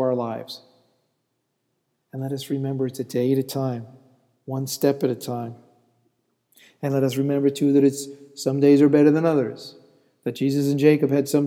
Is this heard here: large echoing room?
yes